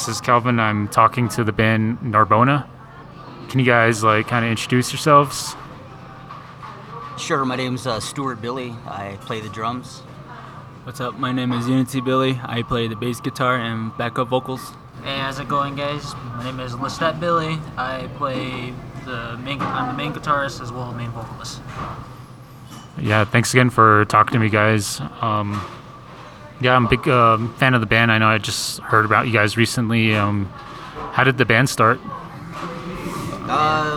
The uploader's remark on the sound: I met up with the band at Starbucks in Gallup NM so excuse the background noise.